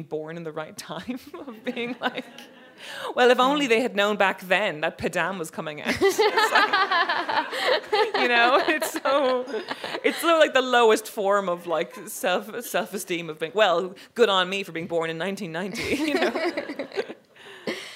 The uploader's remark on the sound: This event was recorded on Thursday 12 October 2023 at the Wheeler Centre as part of Spring Fling.